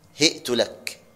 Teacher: بكسر الهاء وضم التاء مهموزا يعني تهيأت لك، وأنكره أبو عمرو والكسائي، وقال لم يحك هذا عن العرب، والأول هو المعروف عند العرب.